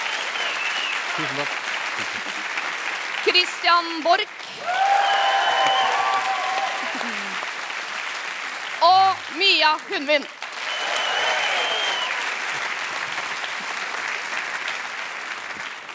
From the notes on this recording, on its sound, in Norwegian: Lørdagsrådet live fra Chateau Neuf. Opptak fra live-show på Chateau Neuf.